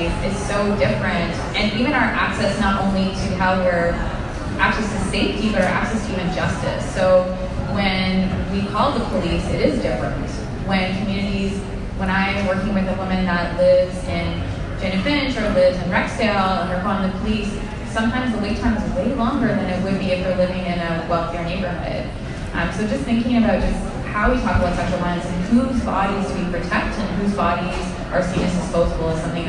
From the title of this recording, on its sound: Live from #MascOff